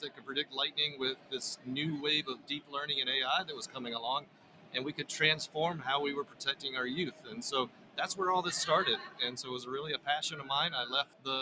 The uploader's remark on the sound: Live From The 2024 PGA Show Media Stage! Recorded six conversations with golf industry innovators on the Show Floor Media Stage.